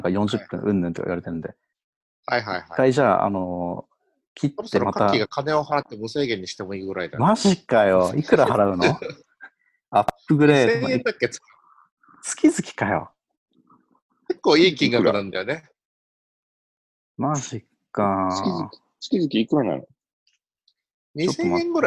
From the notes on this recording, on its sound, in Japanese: ZoomでおしゃべりG.W版。Zoomを有償版にアップグレードした方がいいかなぁ～。